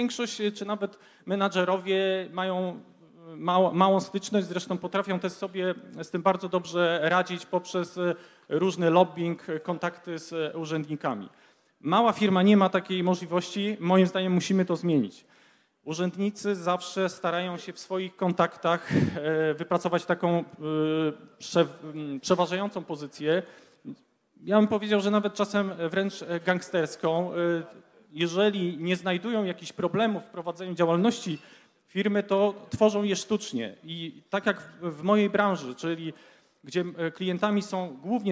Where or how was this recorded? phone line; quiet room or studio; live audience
live audience